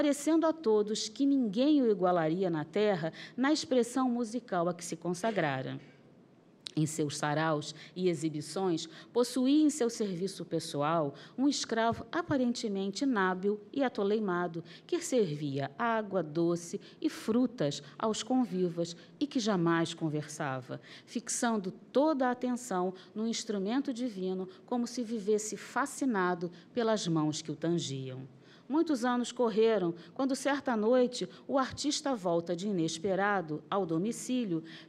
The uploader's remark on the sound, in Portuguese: Palestra ao Vivo